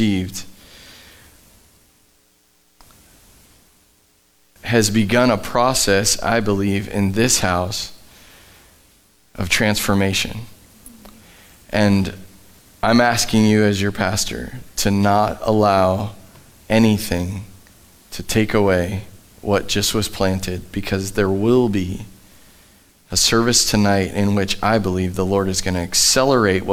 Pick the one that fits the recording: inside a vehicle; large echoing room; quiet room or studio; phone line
large echoing room